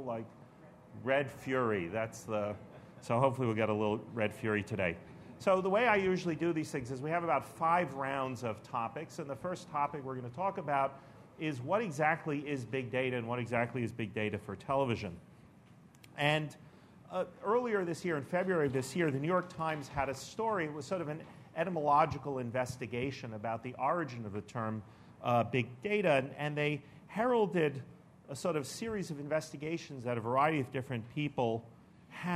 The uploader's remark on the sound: an audio recording of the TVOT NYC 2013 session